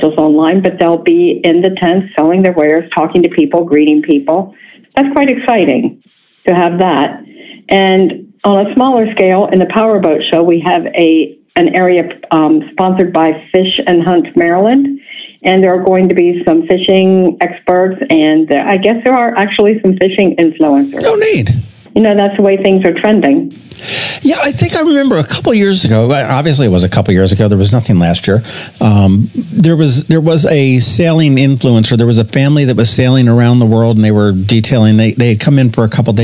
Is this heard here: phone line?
yes